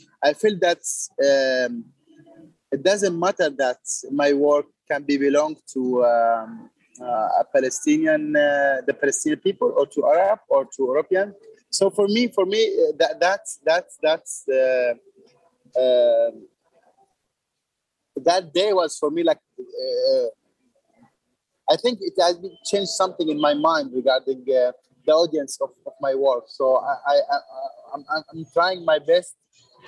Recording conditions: video call